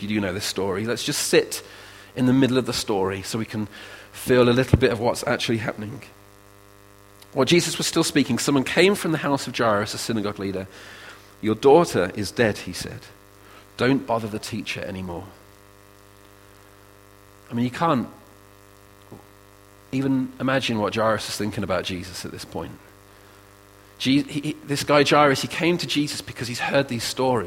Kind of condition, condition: setting, large echoing room